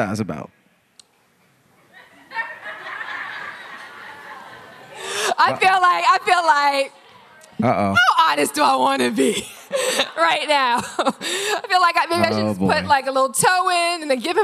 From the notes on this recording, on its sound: Live At Sony Hall NYC.